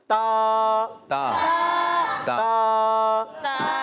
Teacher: اور تا کا مخرج ہے زبان کا سرا. زبان کا. اور اوپر کے دانتوں کی جڑوں سے.